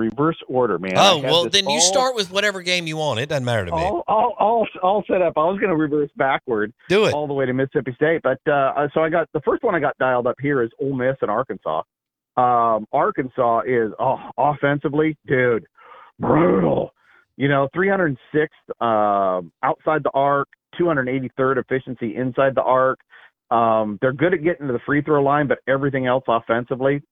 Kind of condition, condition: link, phone line